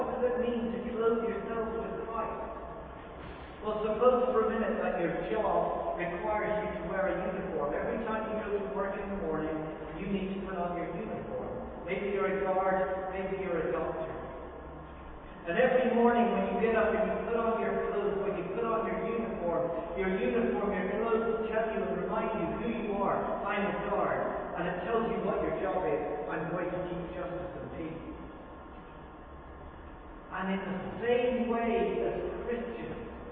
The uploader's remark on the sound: Very Poor Audio